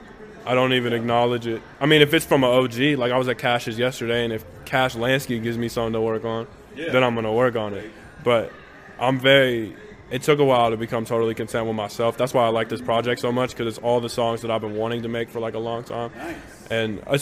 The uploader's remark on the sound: Recorded at South Sixth Bodega. Tucson.